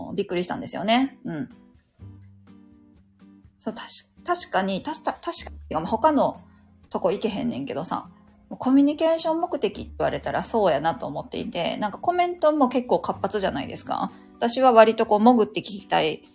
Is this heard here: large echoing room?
no